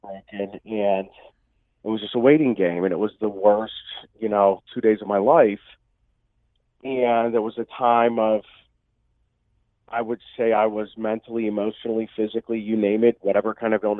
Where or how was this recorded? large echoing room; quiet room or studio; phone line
phone line